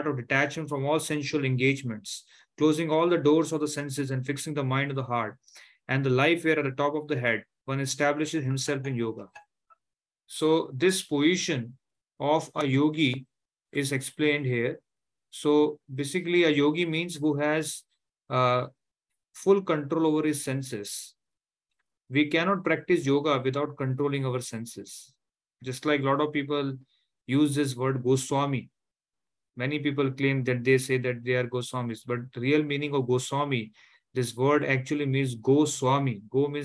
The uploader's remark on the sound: Zoom session